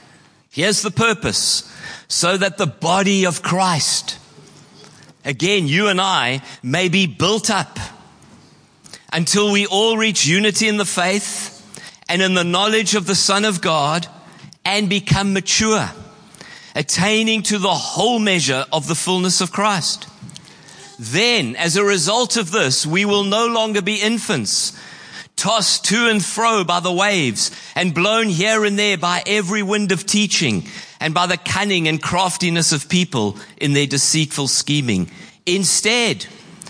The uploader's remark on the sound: Preached on 26/11/23 at Horsham Downs.